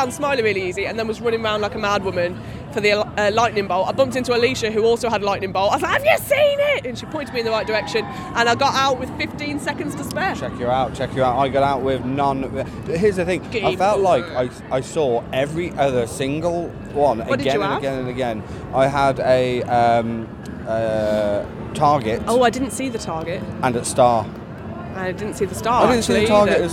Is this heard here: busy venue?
yes